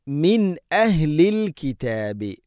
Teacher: സാകിന നൂന് ശേഷം ഹംസ വന്നാൽ ഇദ്ഹാർ വെളിവാക്കി ഉച്ചരിക്കണം